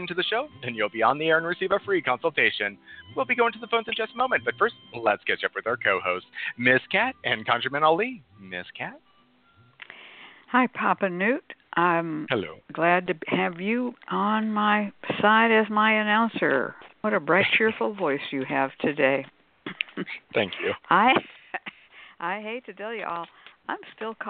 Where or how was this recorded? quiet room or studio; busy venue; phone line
phone line